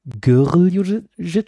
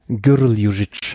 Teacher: da wird dann praktisch so wie so ein falscher Vokal reingesetzt, also so ein Ö-Laut · Shown in: second take · Und du musst aber wissen, wo du den reinsetzt.